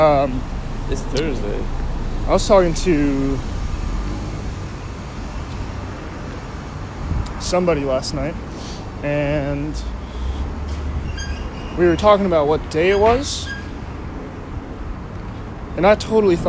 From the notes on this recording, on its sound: The podcast is recorded raw and unedited, there may or may not be LOUD noises that pop out all the sudden in your eardrums.